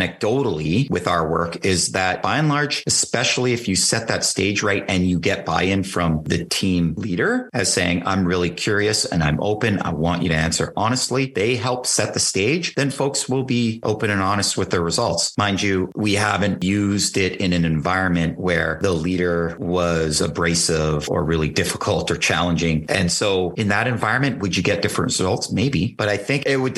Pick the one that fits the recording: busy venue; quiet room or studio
quiet room or studio